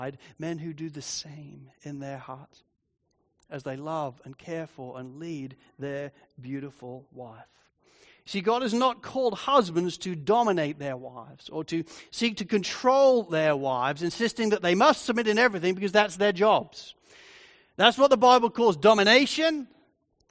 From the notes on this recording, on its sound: Sermon recording from Sunday 30 Jul 2023. Sovereign Grace Church.